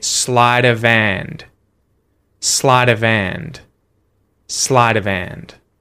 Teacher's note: The other thing that happens if I speak really quickly too is H deletion in the word hand. So instead of saying hand, because there's a consonant before the H at the end of, I can say sleight of hand, sleight of hand, sleight of hand.